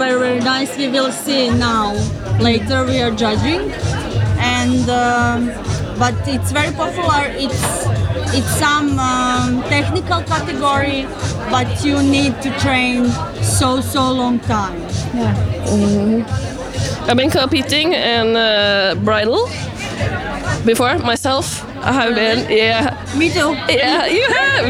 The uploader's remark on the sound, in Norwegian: Live fra årets frisørhelg på The Hub. I denne episoden er vi Live med mange spektakulære gjester på selveste NFVB sin stand på The Hub.